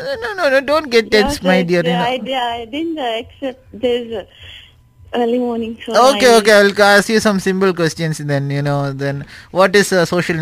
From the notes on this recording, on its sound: phone in interview